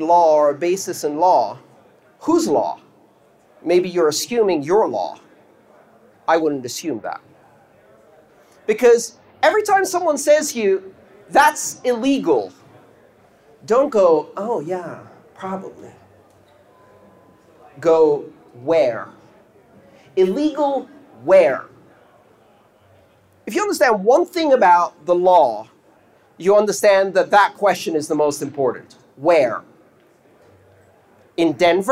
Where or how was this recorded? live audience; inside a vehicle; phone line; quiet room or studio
live audience